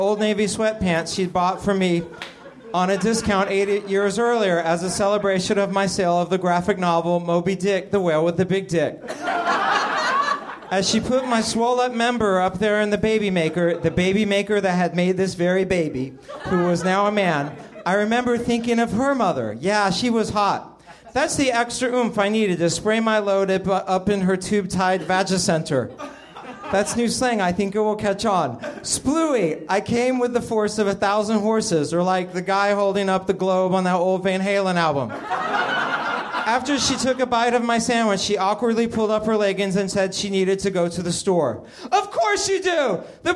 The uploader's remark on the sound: Recorded at Nerdmelt Theater, June 18 2013.